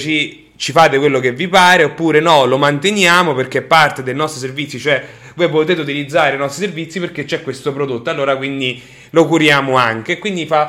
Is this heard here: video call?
no